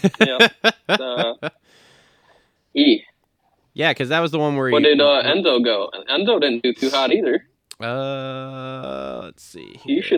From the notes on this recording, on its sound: get on the phone